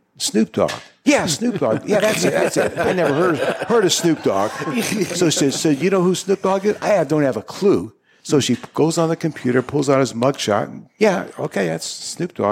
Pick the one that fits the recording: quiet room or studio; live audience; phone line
live audience